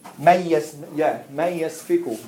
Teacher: So you blend the noon and the ya. · Term: idgham ghunna